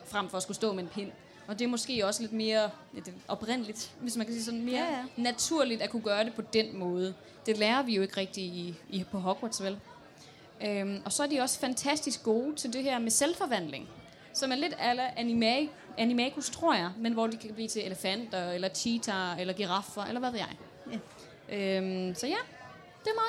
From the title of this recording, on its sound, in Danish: Liveshow fra Harry Potter Festival i Odense